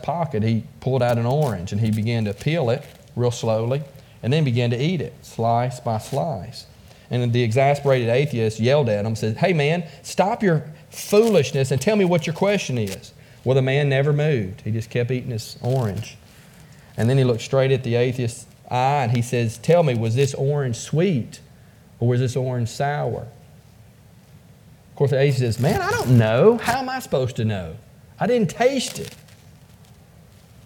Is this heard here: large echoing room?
yes